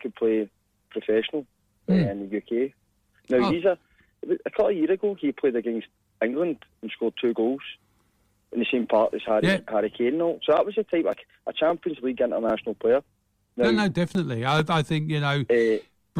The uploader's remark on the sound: Special guests live by phone